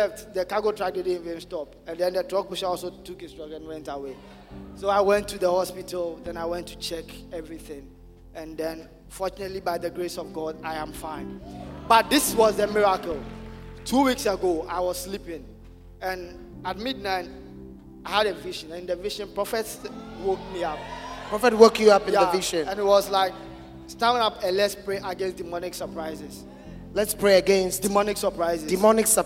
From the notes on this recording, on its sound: Preached at the Thanksgiving Service, Accra.